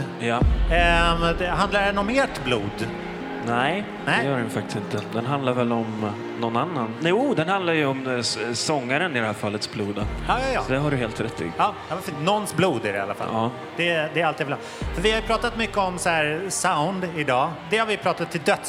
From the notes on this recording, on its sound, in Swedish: Mitt under pågående Popaganda-festival släpper vi en special-Pop-panel inspelad under förfesten på Trädgården.